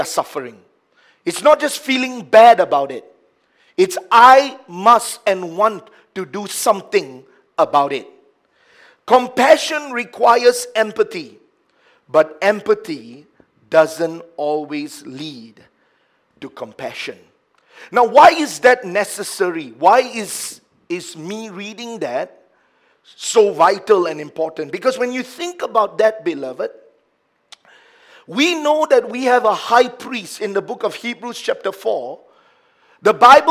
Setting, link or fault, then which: setting, large echoing room